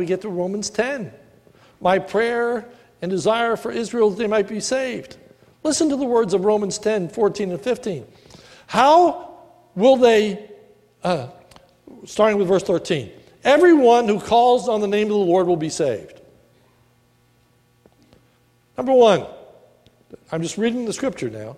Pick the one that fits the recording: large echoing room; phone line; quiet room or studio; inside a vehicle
large echoing room